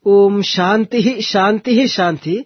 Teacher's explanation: when we chant them separately, Om Shanti, Shanti, Shanti, none of these syllables carry any intonation. But only when we chant them together, then only you can see most of the cases, most of the mantras end with Shanti coming downward.